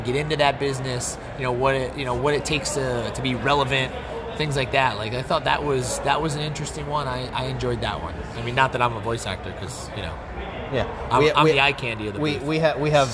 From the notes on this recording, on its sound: It’s recorded in the lobby of the Hyatt in Chicago during C2E2 so the audio is a bit loud around us.